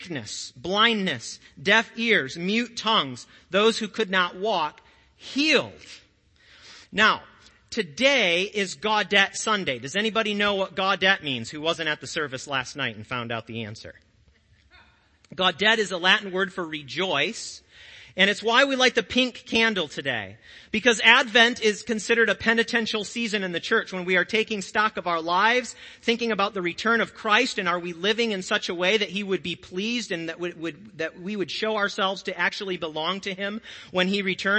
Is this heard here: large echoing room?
yes